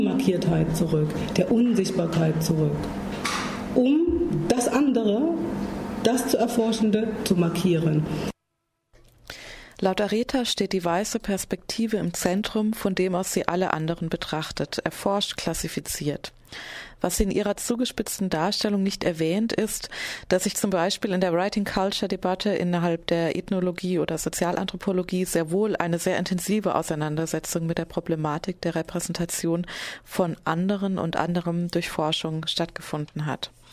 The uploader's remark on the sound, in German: Fand im KGI der Universität Freiburg ein Vortrag. Im Rahmen der Vortragsreihe Bildung wird geMacht vom Verein Weitblick Freiburg organisiert.